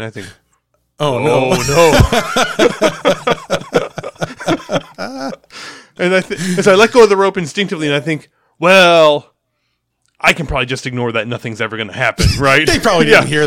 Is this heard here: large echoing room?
no